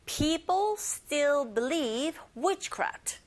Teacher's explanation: Still 발음하실 때 짧게 발음하시고 st 보이시죠? t 발음 된소리 내셔서 발음하고 들리게 됩니다.